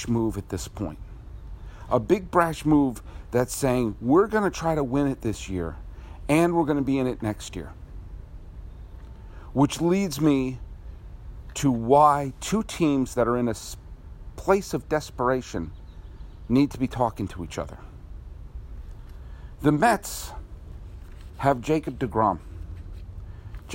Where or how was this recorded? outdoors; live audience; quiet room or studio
outdoors